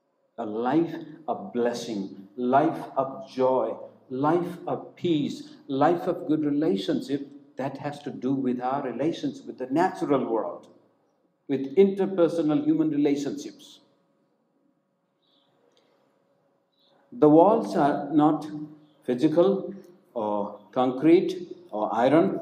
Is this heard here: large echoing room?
yes